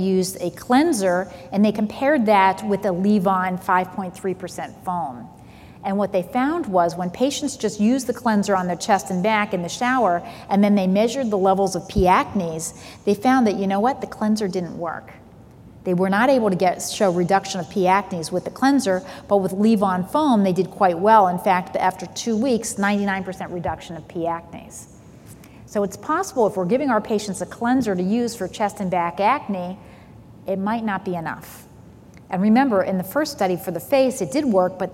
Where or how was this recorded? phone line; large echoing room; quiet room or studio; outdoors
large echoing room